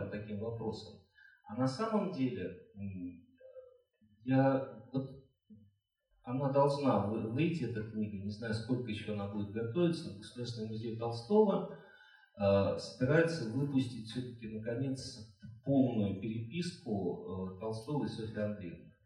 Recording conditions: live audience